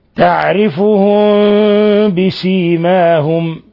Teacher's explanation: ميم ساكنة جاء بعد حرف الباء الحكم التجويدي إخفاء شفوي، لأن الميم الساكنة تخفى عند الباء بغنة من الخشوم. وتكلمنا كثيرا عن قضية إطباق الشفتين وترك فرجة يسيرة في بين الشفتين، وبينا مذاهب القراء في ذلك، وبينا أن الوجهين مقروء بهما، غير أن الأشهر هو وجه ترك فرجة يسيرة بين الشفتين.